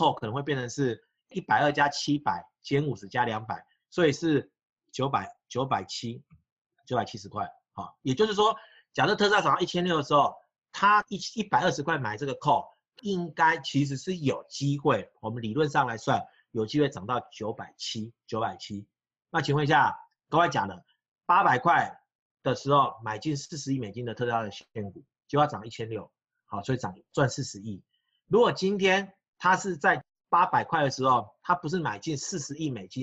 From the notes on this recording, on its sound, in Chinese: 本集錄音沒存好，先用線上會議本身錄音檔來剪